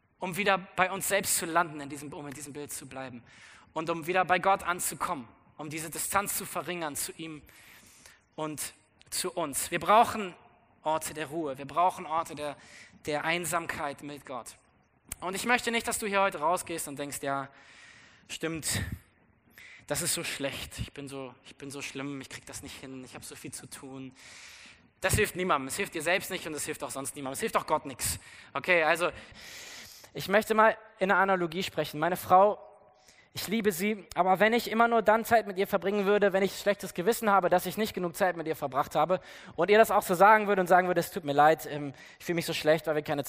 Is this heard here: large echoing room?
yes